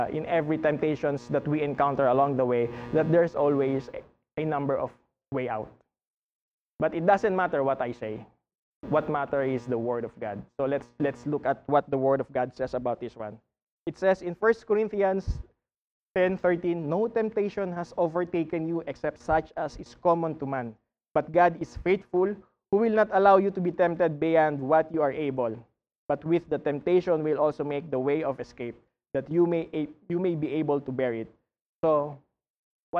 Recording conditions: large echoing room